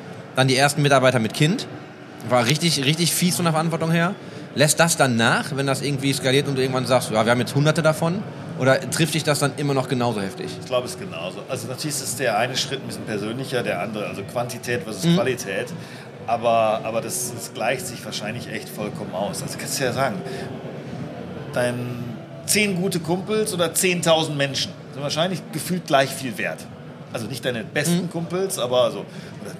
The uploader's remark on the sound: Live at IEM